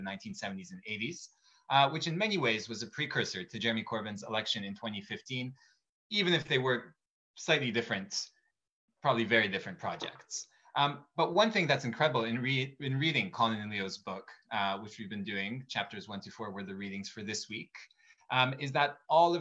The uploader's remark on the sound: Recording of TWT and Verso's webinar